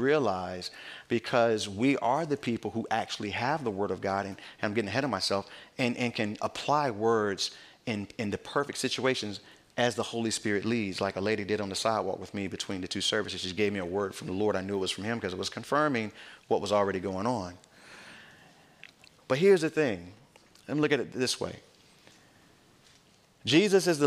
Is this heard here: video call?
no